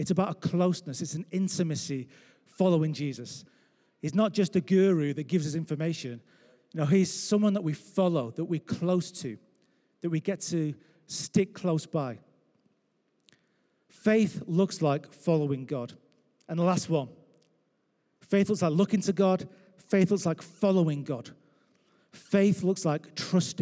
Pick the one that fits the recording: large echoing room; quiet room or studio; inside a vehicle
large echoing room